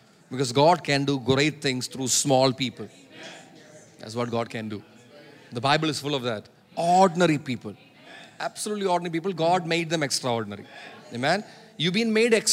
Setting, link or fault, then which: setting, large echoing room